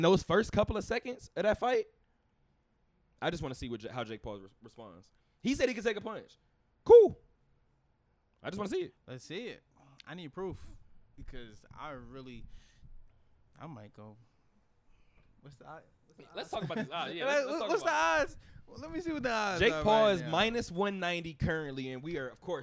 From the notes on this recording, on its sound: Talk that Talk Radio Show Live from Westgate.